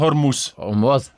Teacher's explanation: Und das Wort wird doch tendenziell, sagt er, eher auf der zweiten Silbe betont.